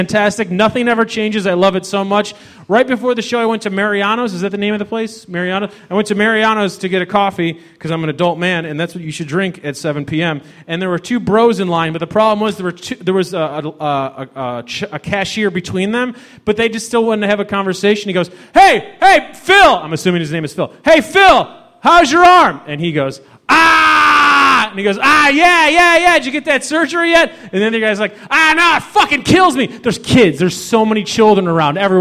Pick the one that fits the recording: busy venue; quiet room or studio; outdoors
busy venue